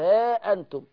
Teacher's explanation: طبعا أنا بقصر المنفصل أقول ها أنتم · Term: المد المنفصل